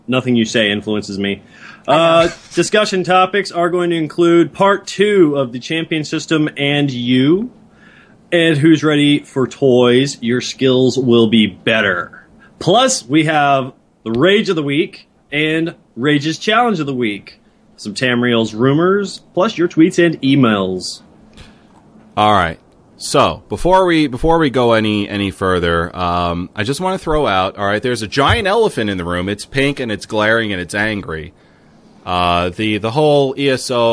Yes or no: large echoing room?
no